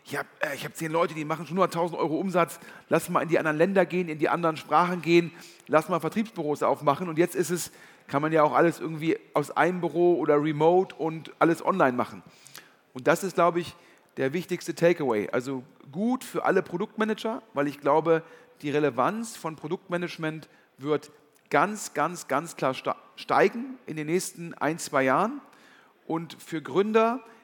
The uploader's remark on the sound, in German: Ein Live-Podcast vom Digitale Leute Summit 2022 in Köln.